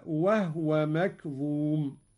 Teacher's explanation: أسكن الهاء قالون